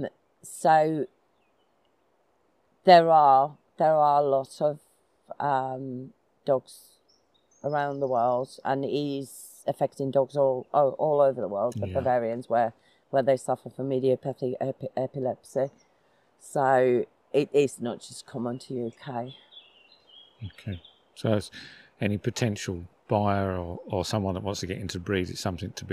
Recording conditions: outdoors